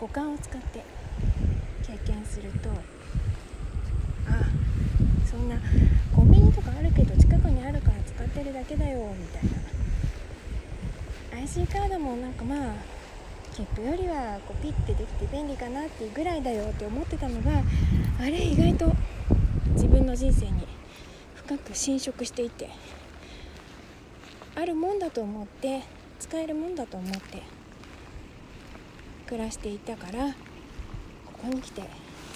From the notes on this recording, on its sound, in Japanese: 今回は川沿いを歩きながら。マイクが水音をかなり拾ってしまったので、イヤホンで聴くとうるさく感じるかもしれません。